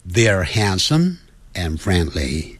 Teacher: 由于 handsome 后头有一个 and，所以那个 some 跟 and 产生连音了。你看我念哈，先念慢的。They're handsome andfriendly。他们既潇洒又友善。好，所以呢，念快的时候